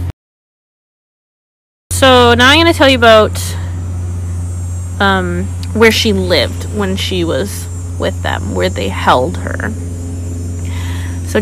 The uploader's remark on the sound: Apologies for background noise.